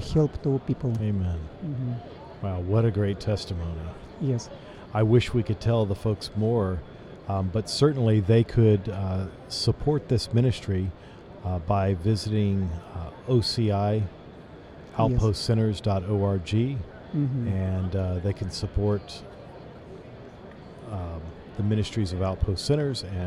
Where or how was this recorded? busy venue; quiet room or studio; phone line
busy venue